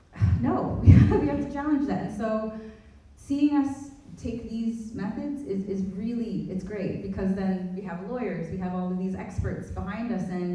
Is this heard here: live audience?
yes